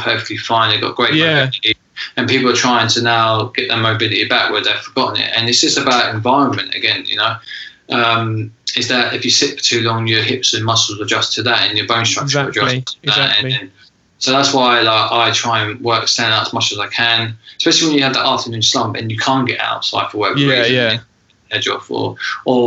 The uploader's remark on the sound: This episode was recorded over Skype due to the coronavirus lockdown safety measures.